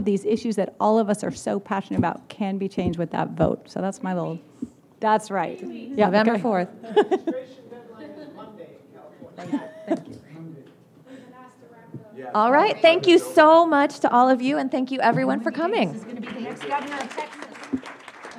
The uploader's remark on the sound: Recorded Friday, October 17, 2014 at the national Bioneers Summit Conference in San Rafael, California.